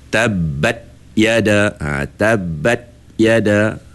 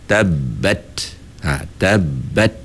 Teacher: setelah kita tahan suara pada ta, sebab sifat syiddah tu, kita kena anginkan sedikit · Shown in: second take · Term: sifat hamas